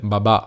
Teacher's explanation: la P spesso può diventare B e penso che questa sia una questione fonetica, evidentemente in molte lingue africane non esiste la, la P, quindi al posto di dire papà magari si sente babà o qualcosa del genere.